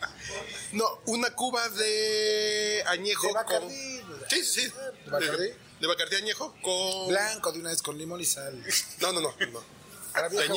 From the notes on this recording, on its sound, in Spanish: Al viejo estilo de la grabadora sobre la mesa. En una escapada exprés a Casa Regia y sin más planeación que unos deliciosos tacos de lechón grabamos.